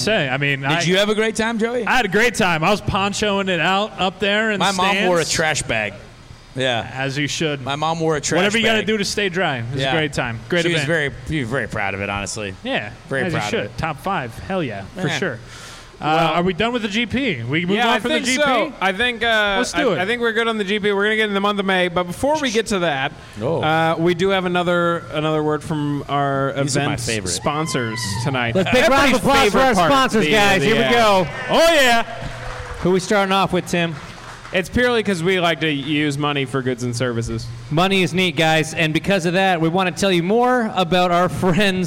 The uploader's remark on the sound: The live event from Monday night at Sun King Brewing. All on one stage.